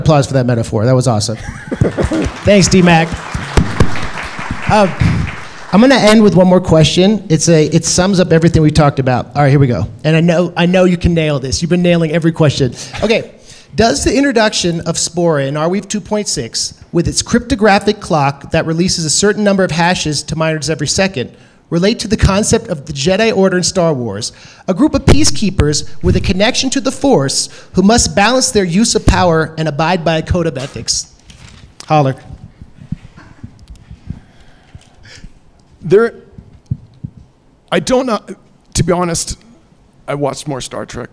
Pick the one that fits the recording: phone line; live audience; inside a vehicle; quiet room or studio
live audience